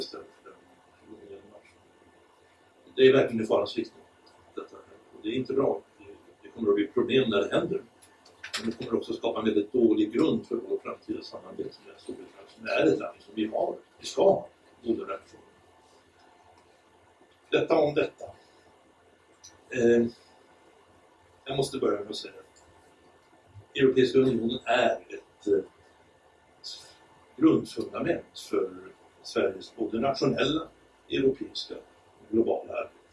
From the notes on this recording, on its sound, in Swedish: Klippet är taget från halvdagsseminariet Vilket EU vill vi ha? OBS: Samtalet är liveinspelat därav något dålig ljudkvaliet.